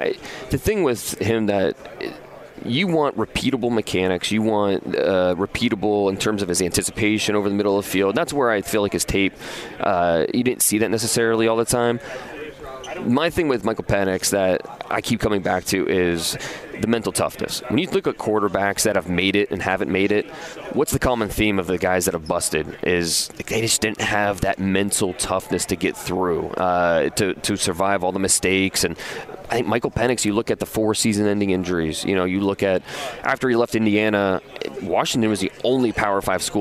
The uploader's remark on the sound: We're live at the NFL Combine. Colts, Combine & fire alarms, oh my!